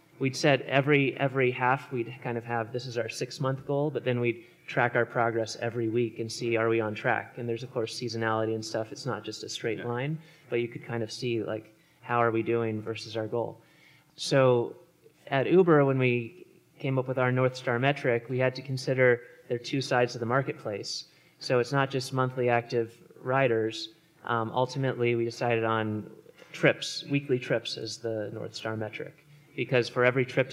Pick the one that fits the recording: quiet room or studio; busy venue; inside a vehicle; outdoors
busy venue